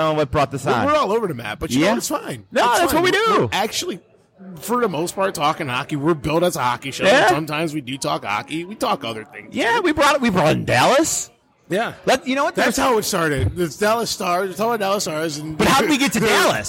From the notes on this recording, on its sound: Live from Buffalo Wild Wings